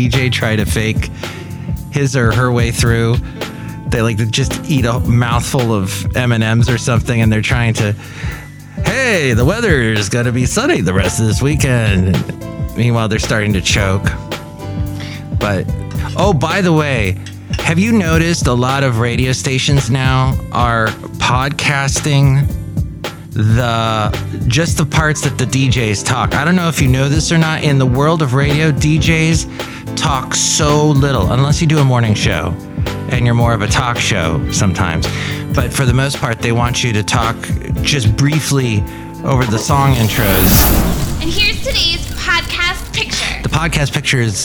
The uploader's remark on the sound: podcasts live from Café Anyway